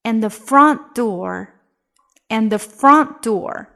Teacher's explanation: 这里又是把 and 作为 unstressed 来用，所以呢，你不会听到一个完整的 and